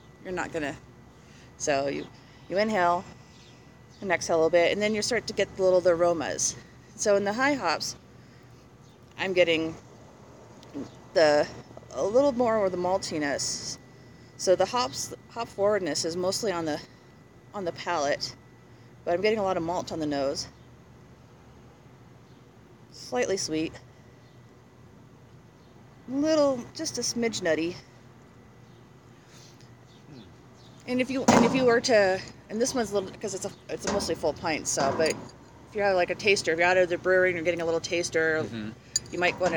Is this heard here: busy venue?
yes